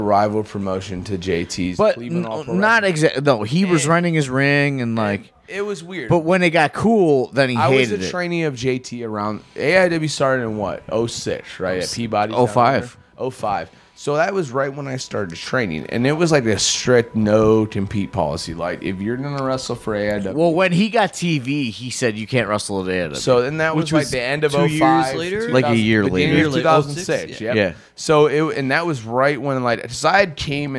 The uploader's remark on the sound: a little less background noise this week live from the after after party